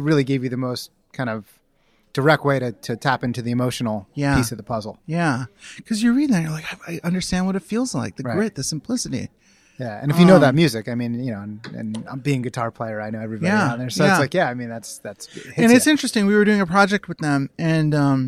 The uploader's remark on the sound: Live from Advertising Week.